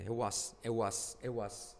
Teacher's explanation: Lo mismo, no es it was, sino it was. Y la T casi se omite.